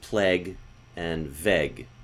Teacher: I have a number of students with the word vague and also the word plague, that it gets articulated as plague and vague. With an epsilon.